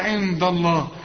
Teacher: هنا بقى في غنة النون اللي بدون تشكيل، لكن الدال هنا مرققة جت جنب لفظ الجلالة، رقق الدال